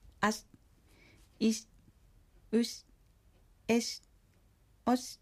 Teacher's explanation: しをはっきり表現しないで弱めに発音します